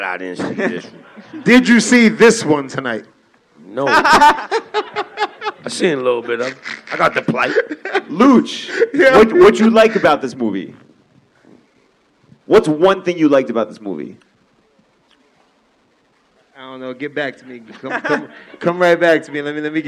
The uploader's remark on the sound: joined by a raucous audience at Highline Ballroom in NYC